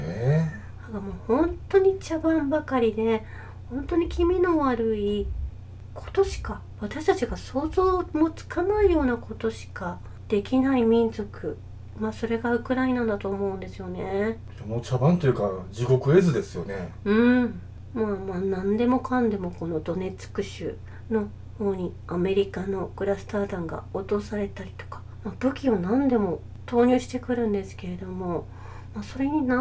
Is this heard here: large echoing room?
no